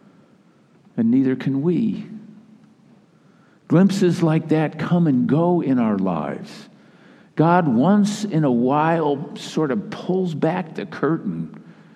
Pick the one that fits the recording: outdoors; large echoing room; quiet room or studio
large echoing room